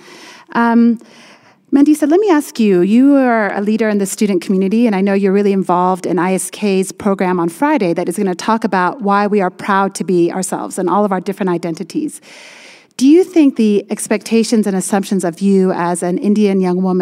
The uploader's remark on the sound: Live! Cross Cultural Kids. A live show from the International School of Kenya.